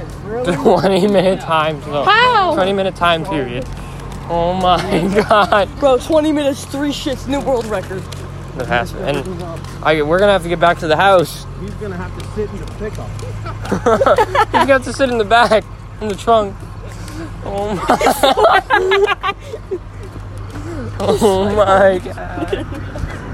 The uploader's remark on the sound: Walking around Lake George… at night.